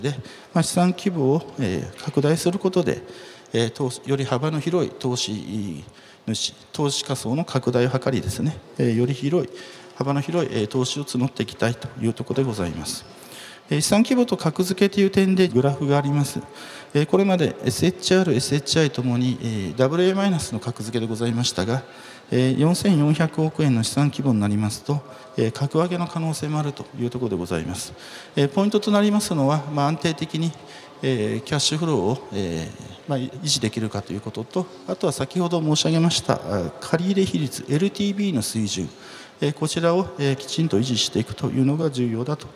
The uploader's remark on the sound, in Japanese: 2月24日に東京証券取引所で開催した「J-REITファン2018」に登壇した。